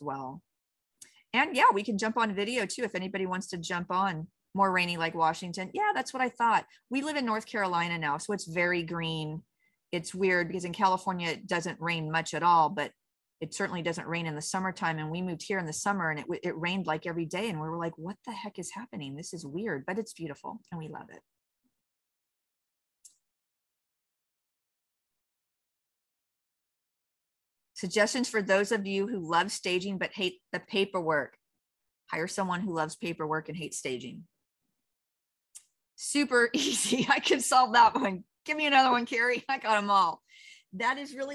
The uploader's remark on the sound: during our live webinar